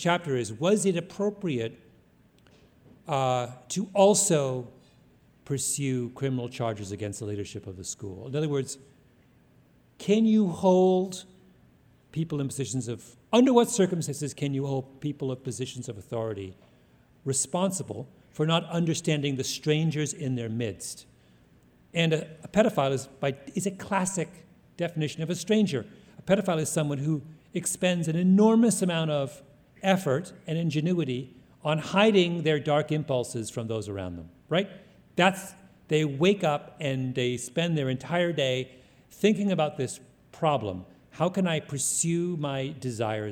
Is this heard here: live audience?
yes